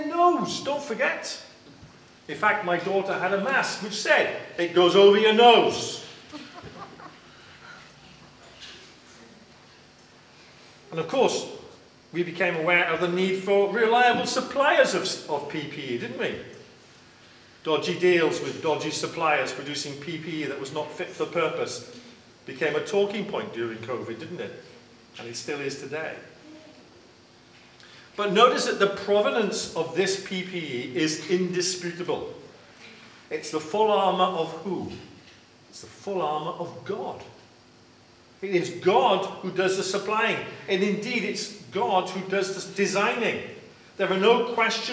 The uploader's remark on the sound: Live recording of 630 Praise.